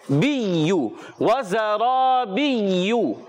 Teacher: جب کبھی یا پر تشدید آ جائے تو بعض بچے اور بڑے اس کو پڑھتے ہیں بیجو، یہ غلط ہے، اس کا تلفظ ہوتا ہے بیو